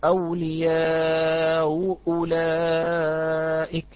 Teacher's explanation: يسهل الهمزة الأولى، فعند تسهيله في الهمزة الأولى يجوز له التوسط ويجوز له القصر · Term: المد المتصل المغير